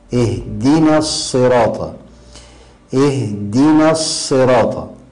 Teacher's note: لأن النون مجاورة للصاد، فلما جاورت النون الصاد فخمها كالصاد، ولكن القارئ الماهر يرقق النون لأنها من حروف الترقيق، ويفخم الصاد لأنها من حروف التفخيم، ويفصل بينهما بمهارة.